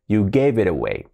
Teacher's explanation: Ahí tenemos la T, como R suave.